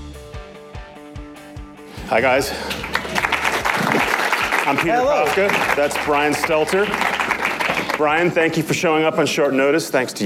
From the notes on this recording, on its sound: In front of a live audience at South by Southwest.